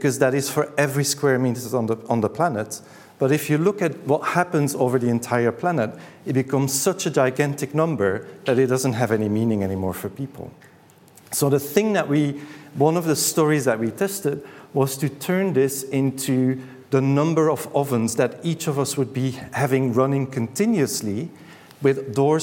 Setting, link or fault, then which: setting, live audience